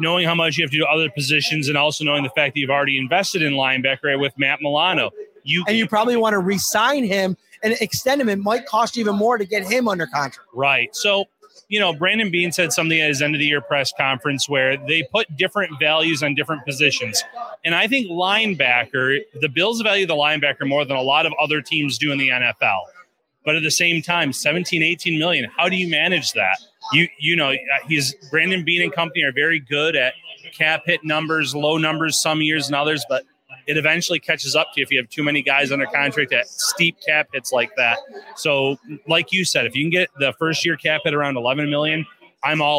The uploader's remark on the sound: LIVE FROM WINGNUTZ. Are live back out at Wingnutz at 700 Military Rd. For another live show one night before the big game.